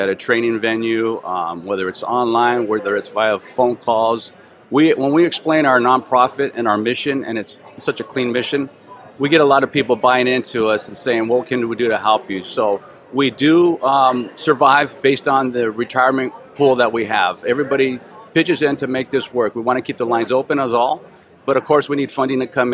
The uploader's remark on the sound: Here, we hit the road and have conversations. On location at the Peace Officers Research Association of California’s ( PORAC) 70th Annual Conference of Members in San Diego, California.